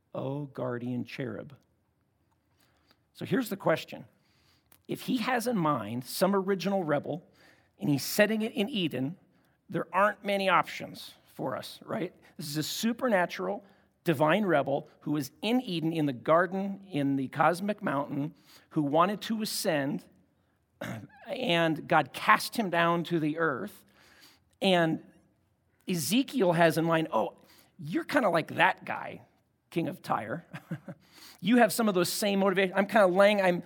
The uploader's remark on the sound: at Timberline Church - Audio